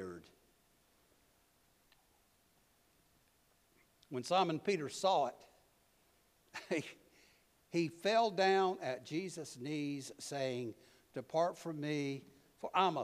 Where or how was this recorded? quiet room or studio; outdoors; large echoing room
large echoing room